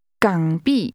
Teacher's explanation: That's a falling, rising tone.Followed by a falling tone.